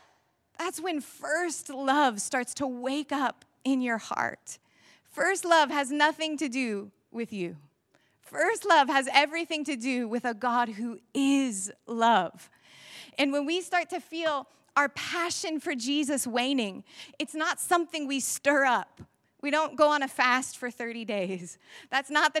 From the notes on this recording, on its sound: Echo Church Melbourne